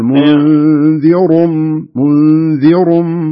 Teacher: هنا الراء تكون مضمومة يعني الرفع، فهنا معنى ذلك أن الراء تفخم